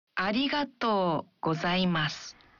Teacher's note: Dalam mengucapkan arigato, bunyikan vokal o dalam to. Satu ketuk lebih panjang.